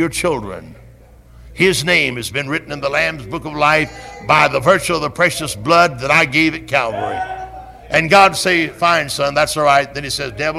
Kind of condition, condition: setting, large echoing room